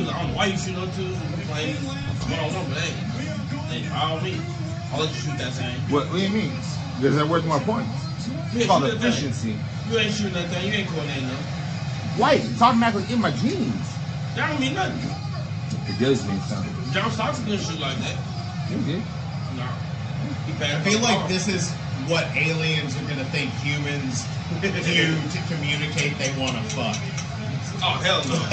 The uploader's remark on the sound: Slight audio issues.